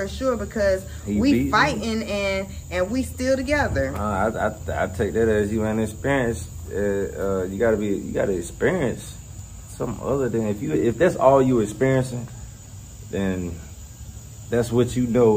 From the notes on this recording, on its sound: Raw and organic. Recorded outside in nature. No fancy studio or stuffy convo over here.